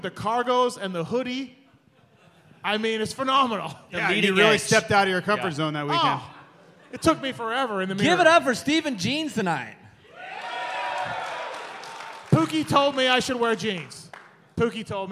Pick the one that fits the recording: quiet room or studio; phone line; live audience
live audience